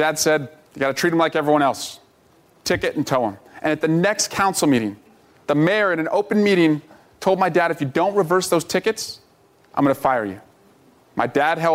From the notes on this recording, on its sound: answers questions during a live town hall